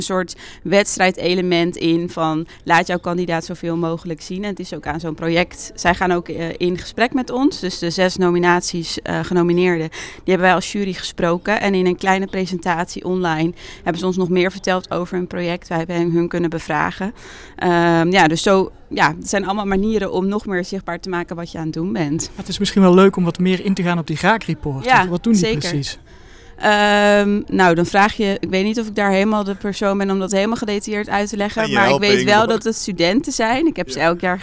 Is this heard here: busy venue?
yes